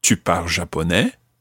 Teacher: tu parles japonais would mean you speak Japanese, or if we raise our voices at the end, do you speak Japanese?